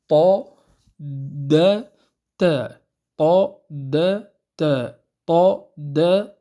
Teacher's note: الطاء والدال والتاء تخرج من طرف اللسان مع ما يحاذيه من أصول، وليس من لثة الأسنان العليا، وإنما من أصول الثنايا العليا · Term: الحروف النطعية